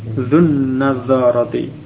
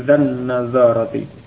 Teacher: Kemudian diikuti mudhaf ilaih an-nadharati ya, dengan alif lam dan lamnya masuk ke nun ya, an-nadharati, maka tadi dzu ketemu alif lam masuk ke nun ya, langsung dibaca dzun-nadharati ya. · Term: idgham